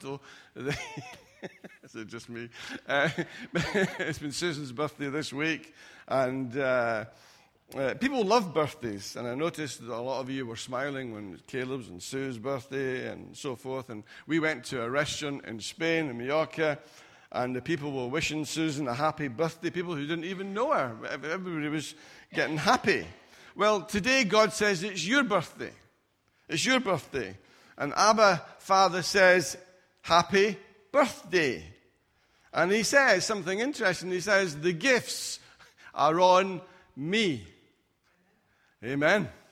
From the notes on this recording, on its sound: Recorded at freedomcentre church, Preston on Sunday 8th September 2019